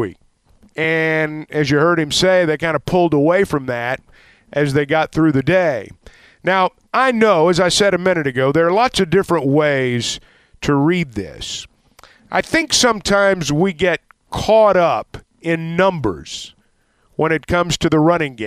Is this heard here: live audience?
no